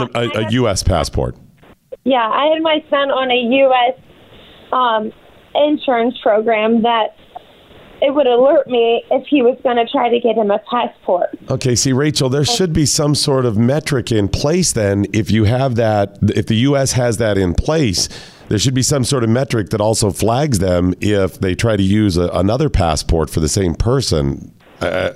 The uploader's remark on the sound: joins the show by phone